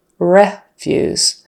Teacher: Stress on the first syllable and the vowel is eh, short e.